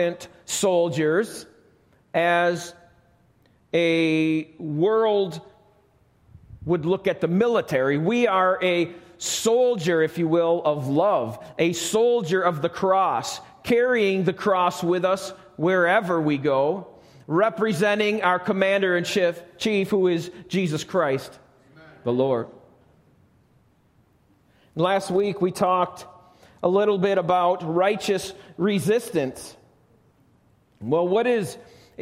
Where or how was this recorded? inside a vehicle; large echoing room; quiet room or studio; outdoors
large echoing room